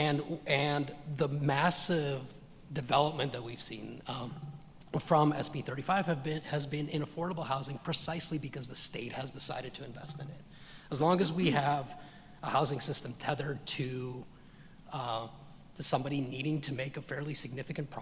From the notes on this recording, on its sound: This Special Episode was recorded Thursday, March 9, 2023 at Capitol Weekly's Conference on Housing, which was held live in Sacramento at the California Endowment Conference Center.